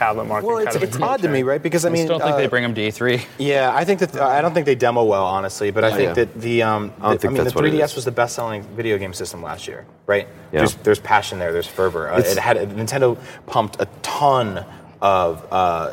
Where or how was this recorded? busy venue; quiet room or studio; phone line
busy venue